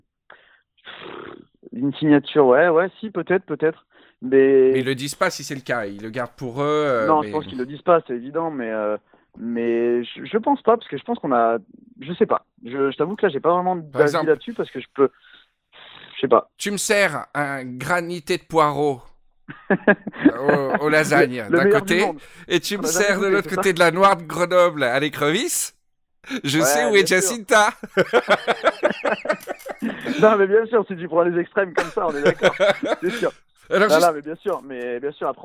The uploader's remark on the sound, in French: Au téléphone